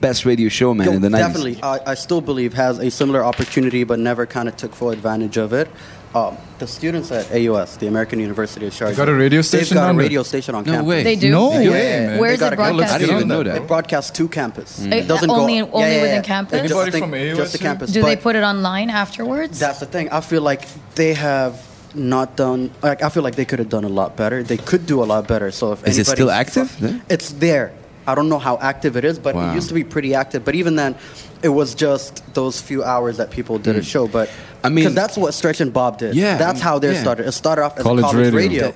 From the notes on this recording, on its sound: at Sole DXB, where they broadcasted live to the event attendees from the On Air booth